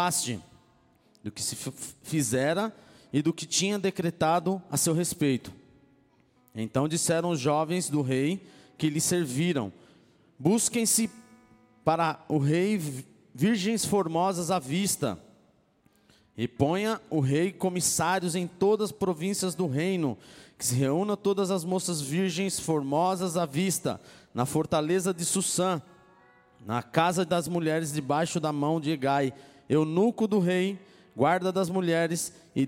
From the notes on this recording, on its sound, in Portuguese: Palavra gravada em 25/09/2016 na igreja Bola de Neve Ermelino Matarazzo